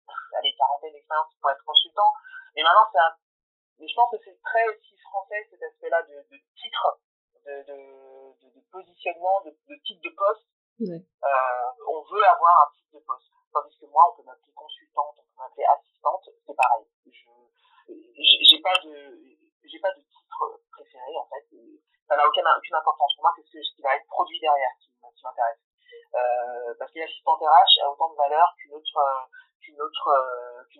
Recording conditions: poor sound quality